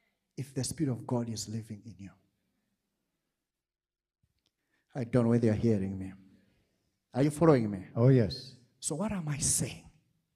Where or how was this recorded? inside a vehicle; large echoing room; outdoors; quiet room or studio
large echoing room